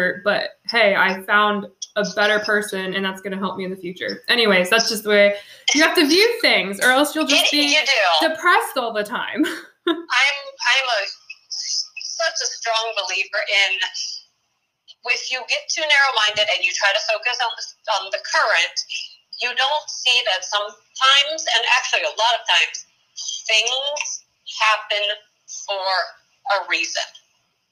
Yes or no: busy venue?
no